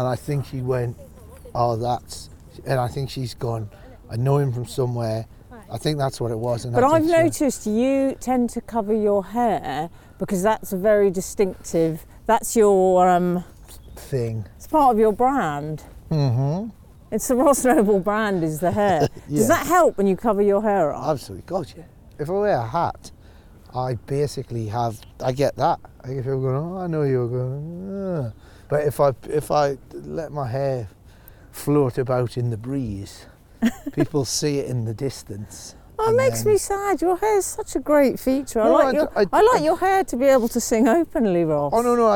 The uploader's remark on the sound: a stroll around Regent's Park in North London